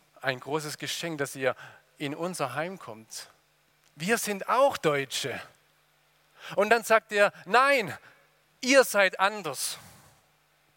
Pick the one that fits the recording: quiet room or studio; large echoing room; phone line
large echoing room